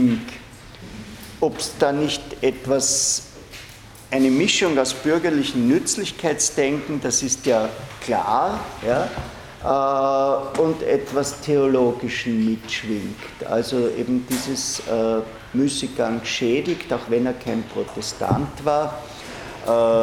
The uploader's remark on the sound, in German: Diese Vorlesung wurde von Studierenden aufgenommen